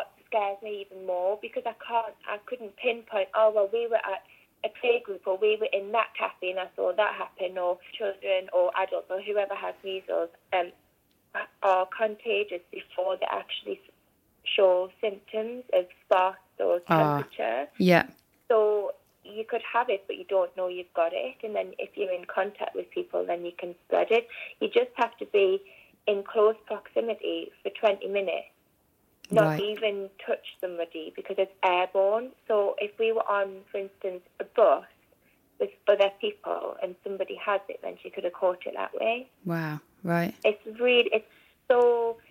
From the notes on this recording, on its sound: on the phone - so apologies for the sound quality.